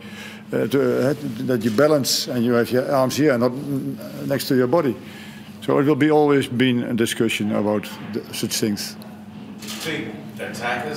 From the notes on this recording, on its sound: Hyundai A-League 2019/20 Round 1 post match press conference. At Coopers Stadium.